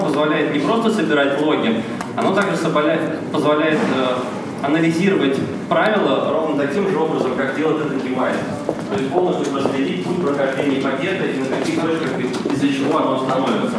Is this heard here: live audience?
yes